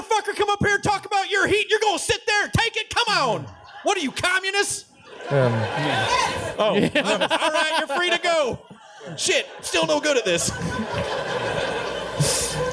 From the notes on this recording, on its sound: The guys interrogate each other live in Phoenix, Arizona!